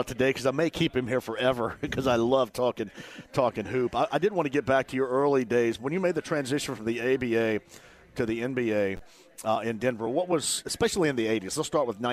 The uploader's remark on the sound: Live From Horshoe Indianapolis